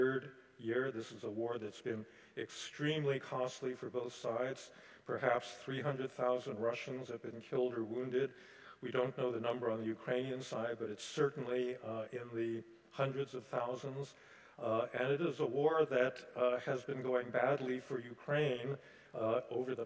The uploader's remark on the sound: Delivered the convocation, “The Global Challenge of 2024,” at Carleton's Skinner Chapel on Friday, January 26.